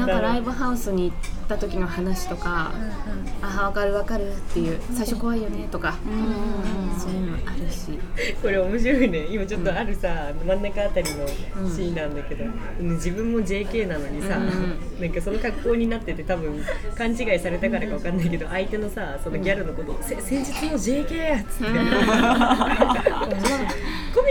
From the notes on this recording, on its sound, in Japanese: ファミレスでの収録のため、まわりのがやがやと一部聞き取りにくい箇所があるかもしれません。